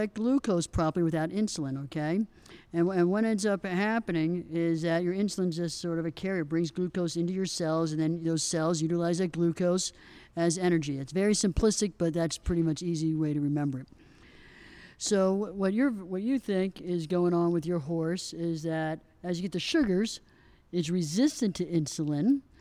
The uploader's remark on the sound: live from the United States Pony Club 2017 Festival